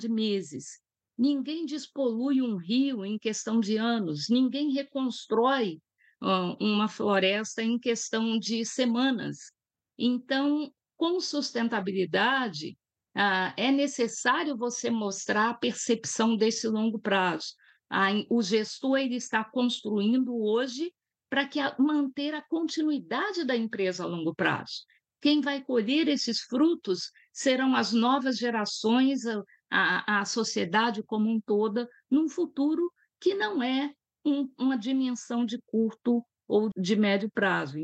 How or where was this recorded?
video call